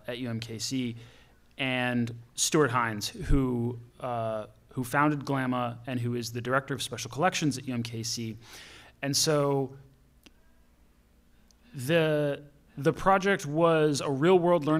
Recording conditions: large echoing room